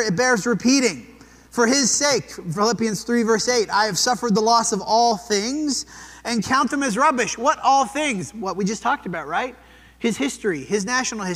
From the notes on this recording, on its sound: This sermon was preached at the Dewey Church of Christ on March 26, 2023.